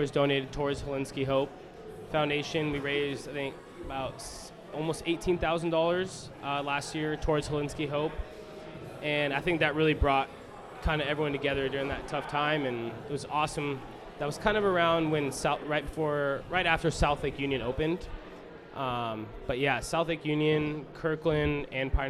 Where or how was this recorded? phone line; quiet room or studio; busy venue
busy venue